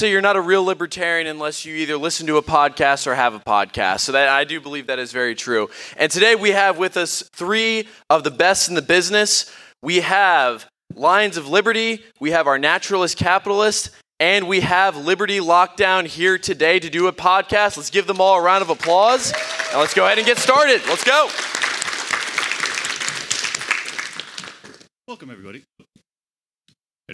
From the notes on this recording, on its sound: a live podcast he recorded this weekend at YAL Rev '22